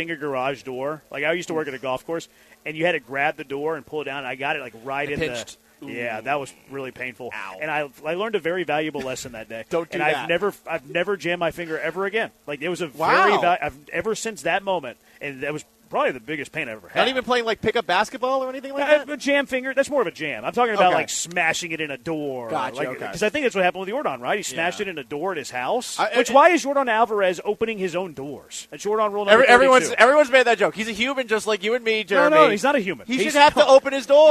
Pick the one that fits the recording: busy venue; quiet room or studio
busy venue